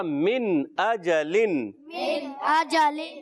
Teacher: اب یہاں نون میں ہم نے غنہ نہیں کیا · Term: اظہار